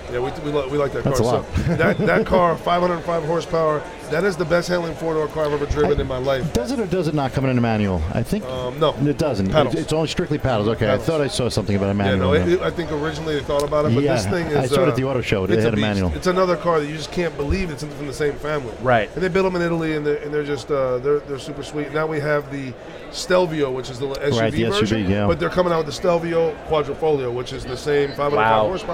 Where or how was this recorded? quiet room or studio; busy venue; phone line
busy venue